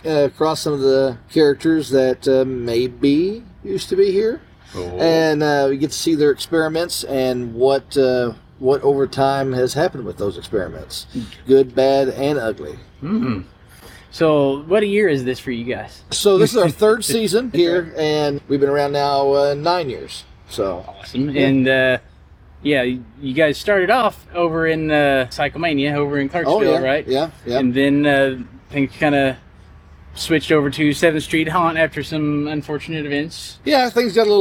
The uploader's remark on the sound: On Location: American Horrorplex & Frightmare Farms. At the American Horrorplex in Louisville Kentucky.